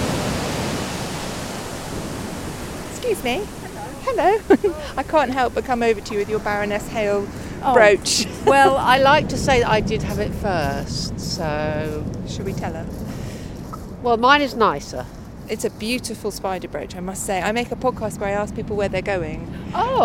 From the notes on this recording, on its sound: Stories about different passions from the Brighton and Hove seafront, when the sun was shining, but the wind was keen. Interrupts people as they go about their everyday lives.